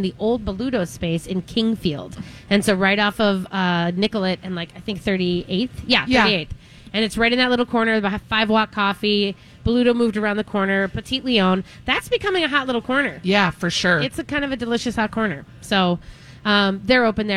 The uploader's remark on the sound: All while live at Kowalski's Market in Eden Prairie!